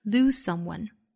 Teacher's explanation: lose lose 末尾是浊辅音，但是后面呢遇到了相同口型的清辅音，这个时候呢我们是做后进同化的，只发后面的这个清辅音就可以了